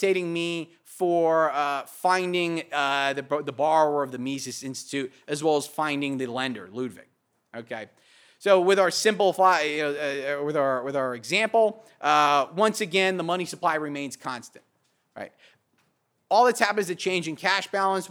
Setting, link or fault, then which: setting, large echoing room